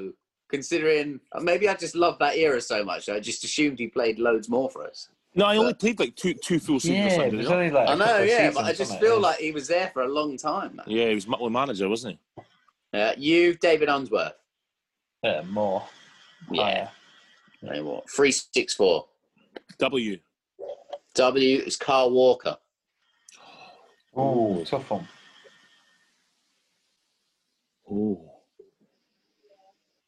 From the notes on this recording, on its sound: As they chat over zoom.